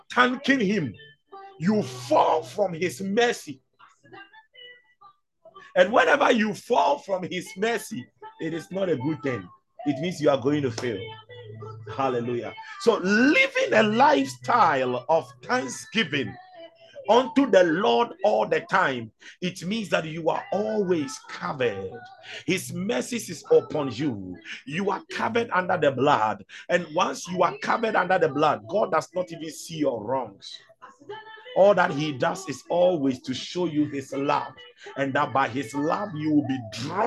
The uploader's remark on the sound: ZOOM SESSION